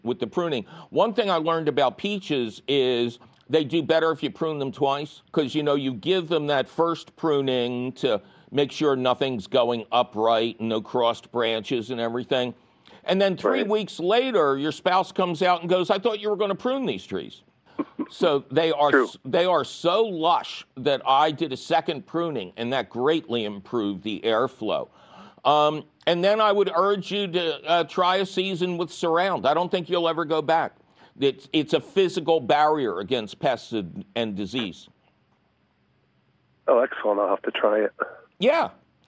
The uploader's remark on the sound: Your Fabulous phone calls.